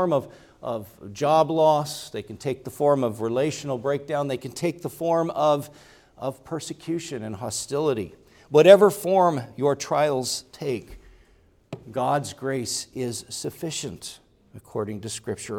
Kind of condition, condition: setting, large echoing room